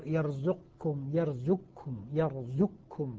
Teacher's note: يعني تسقط القاف في الكاف ذاتا وصفة، لا يبقى للقاف أثر · فلذلك ما نقول يرزقكم يرزقكم يرزقكم، زق من الزاي إلى الكاف مباشرة · Term: إدغام كامل